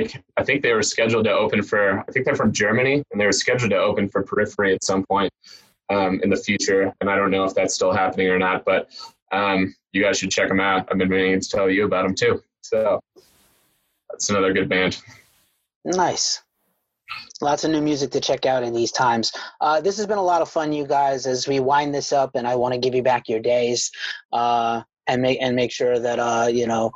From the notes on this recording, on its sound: We talked to the entire band over zoom.